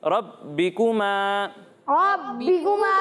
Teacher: با پر تشدید ہے نا اور حروف کلکلہ میں سے ہے تو جب یہ مشدد ہوں تو انہیں جماؤں کے ساتھ پڑھتے ہیں